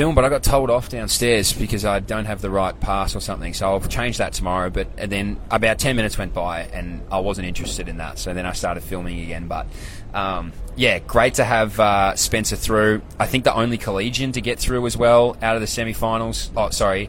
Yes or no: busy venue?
yes